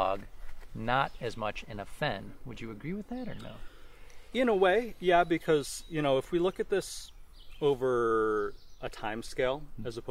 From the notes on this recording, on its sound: The episode was recorded on June 17, 2023 at the Floating Fen near Fredonia, NY.